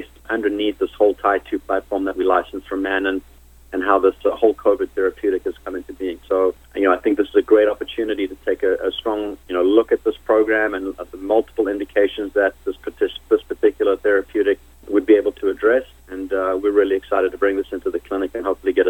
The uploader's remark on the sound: called in to SmallCapVoice.